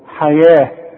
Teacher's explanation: التاء المربوطة بتتحول إلى هي عند الوقف